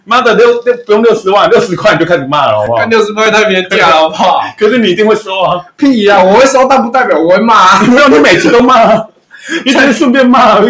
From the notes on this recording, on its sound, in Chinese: 雜貨店錄音品質。